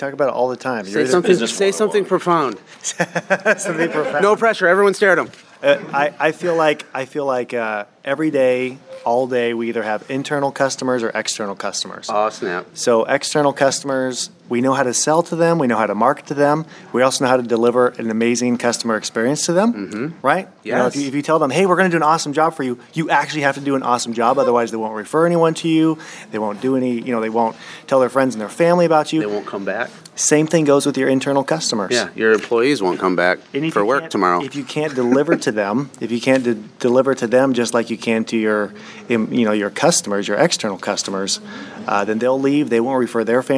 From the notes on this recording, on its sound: play some snippets from live roundtable discussions that happened during our life Automate Grow Sell Xperience Event at our house in October